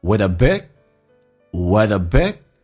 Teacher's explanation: with 跟 a 有一个连音叫 with，降调读 with，而且速度一闪而过 · big 的 g 不发音，这叫略音